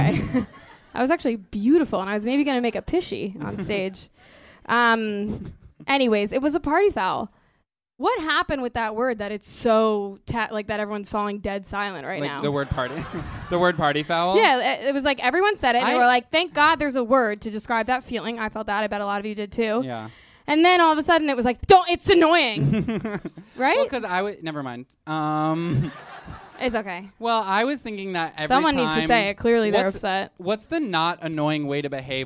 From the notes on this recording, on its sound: Here is our new episode, a recording from our live show last week.